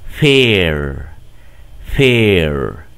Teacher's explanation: Se trata del sonido de la E que nosotros tenemos en español, nada más que un poquito más larga. La prolongamos, decimos fair, fair.